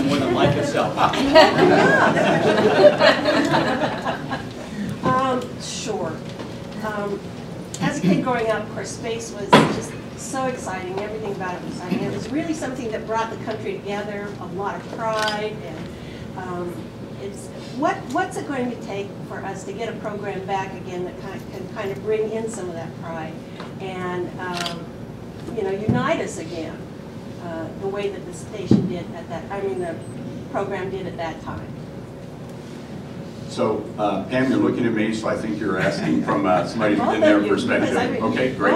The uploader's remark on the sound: Address The Ripon Society on May 20, 2014